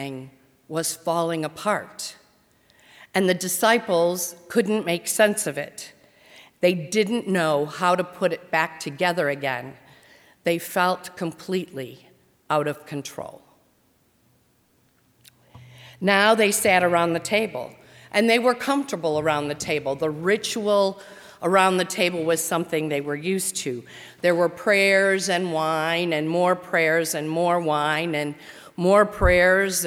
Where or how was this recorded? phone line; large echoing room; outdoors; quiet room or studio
large echoing room